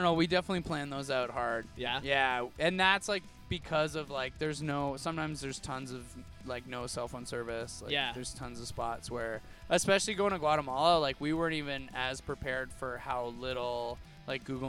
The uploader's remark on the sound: Live From A Truck In A Alley